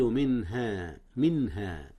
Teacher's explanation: أظهر نون من قبل الهاء، والهاء من حروف الإظهار